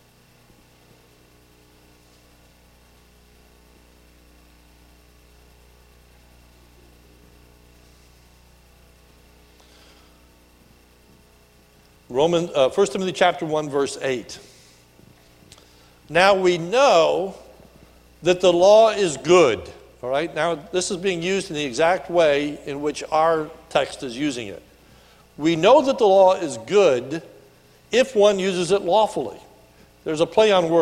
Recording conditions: large echoing room